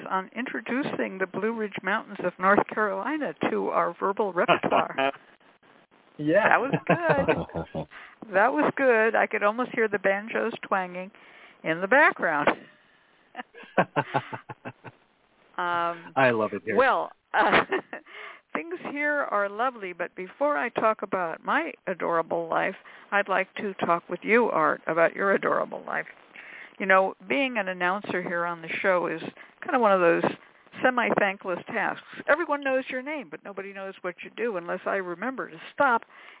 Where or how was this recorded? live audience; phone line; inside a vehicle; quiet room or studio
phone line